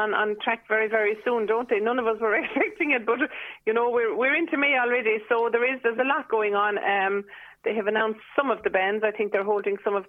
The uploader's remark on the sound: Joined the phone by Scariff correspondent.